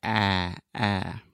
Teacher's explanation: a very open and front sound. So, you want to open your mouth a lot and then just imagine that you're kind of pushing everything in your mouth, your tongue, your teeth, your lips, everything to the front and then say ah, ah.